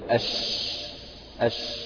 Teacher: انتشار الريح بالفم عند النطق بحرف الشين · Term: صفة التفشي